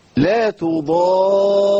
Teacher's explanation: راء مشدده بالفتح، وهي عله اصلا المد اللازم، جاء بعد حرف المد اللي هو ضا الالف المديه حرف مشدد، وده عله من علل الايه المد.